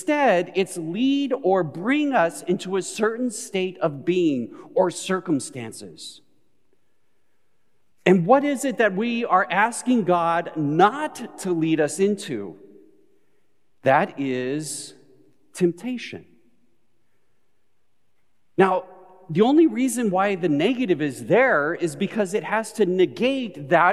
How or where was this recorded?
large echoing room